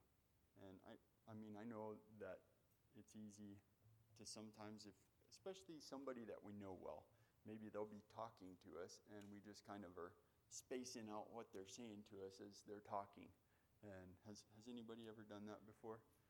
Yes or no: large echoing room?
yes